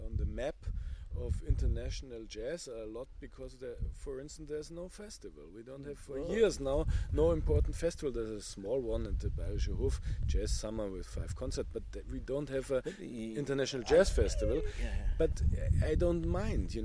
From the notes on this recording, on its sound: Recorded at Inntöne Jazz Festival, 15 August 2020.